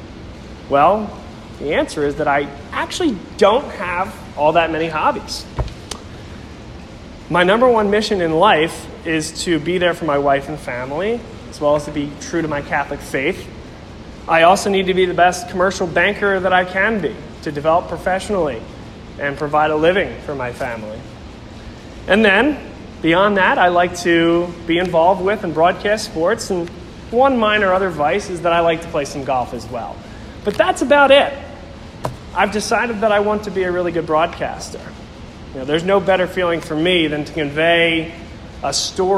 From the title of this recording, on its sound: Speech at La Salle College High School Alumni Mentor Event (October 16, 2019)